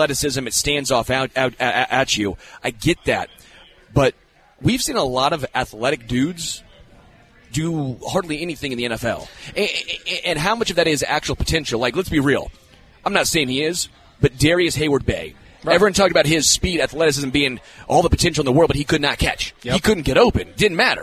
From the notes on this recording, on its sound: LIVE from Hollywood Casino!